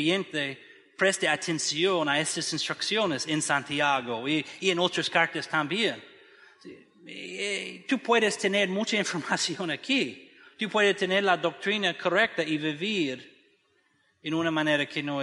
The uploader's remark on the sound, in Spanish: desde el auditorio de la Iglesia Bautista Evangélica de Macoris (IBEM) San Pedro de Macoris, República Dominicana.